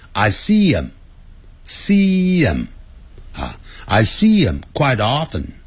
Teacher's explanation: 如果是这个老外在念这个字，音念快的时候，那个 him 那个呵的音不见了